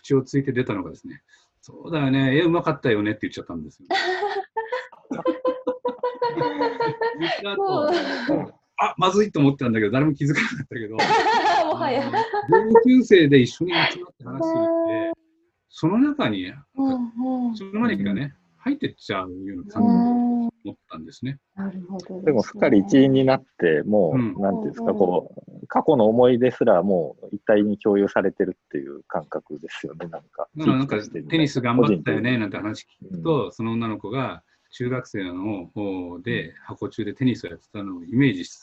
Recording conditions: video call